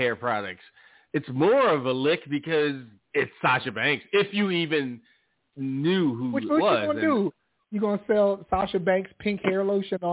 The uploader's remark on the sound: Live calls, emails and more. Weekly caller, email and tweet driven show.